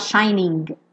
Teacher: E esse shining tá aparecendo aí, olha, ao invés do ing, in apóstrofo, que é uma indicação, especialmente em letra de música, já que o g não é pronunciado, né? A gente não costuma falar shining, esse g, g não aparece. Então, como o g não vai aparecer mesmo, uma indicação fonética de que esse g não aparece informal em letra de música é justamente colocar ao invés do ing, in apóstrofo.